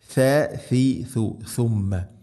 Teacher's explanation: നാവിൻ്റെ അറ്റം മുൻപല്ലുകളുടെ ഇരുനിരകൾക്കിടയിലൂടെ അല്പം പുറത്തോട്ട് വരണം, ദാലിനേക്കാൾ കൂടുതൽ